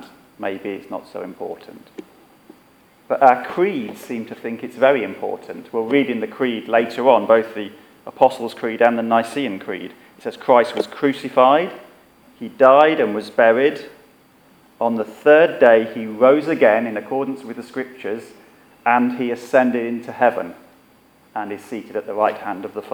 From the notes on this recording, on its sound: Our sermon from the 9am service.